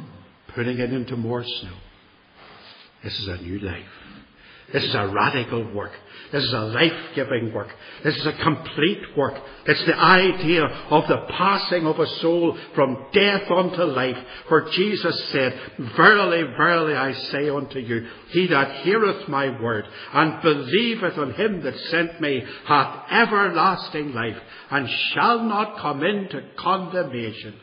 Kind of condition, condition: setting, large echoing room